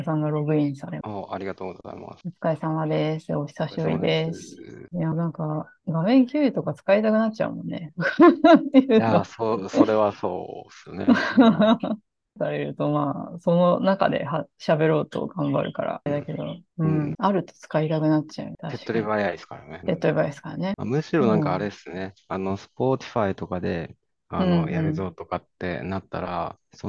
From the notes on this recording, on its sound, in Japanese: zoomを使って録音しています。